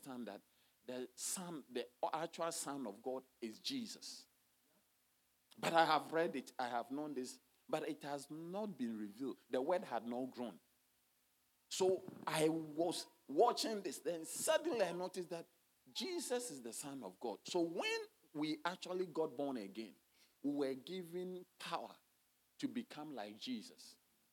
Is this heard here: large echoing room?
yes